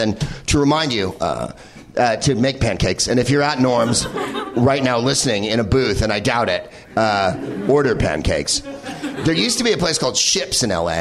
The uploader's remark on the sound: Live from The NerdMelt Showroom in Los Angeles